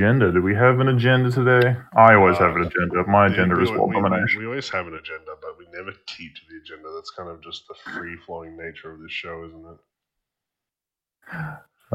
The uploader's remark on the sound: this is a trial for our new format so the audio may not be the best but we are looking into it moving forward